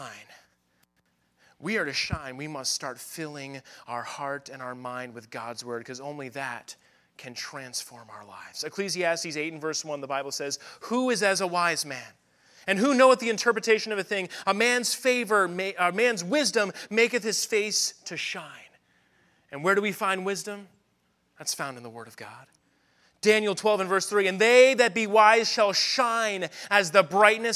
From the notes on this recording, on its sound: at the Focus Youth Conference on May 6, 2023, at Victory Baptist Church in Boonsboro, Maryland